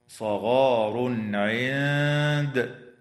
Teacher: ويظهر التنوين عند العين في قوله تعالى صغار عند